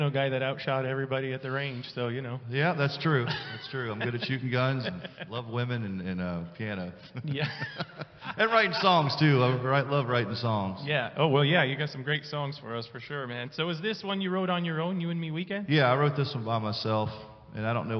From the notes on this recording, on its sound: Live from the Shop.